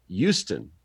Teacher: I hear her saying Houston, like the H is silent